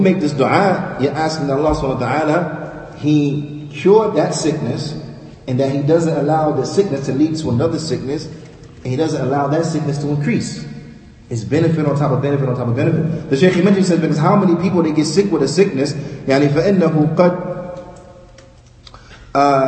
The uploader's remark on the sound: Lecture given at Masjid Nur Allah, Queens, NY.